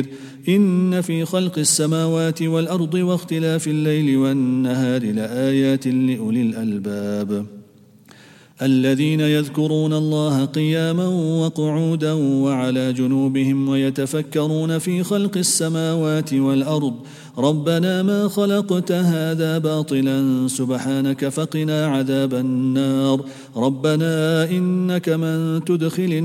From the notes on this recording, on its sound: At the Houghton Masjid (West Street).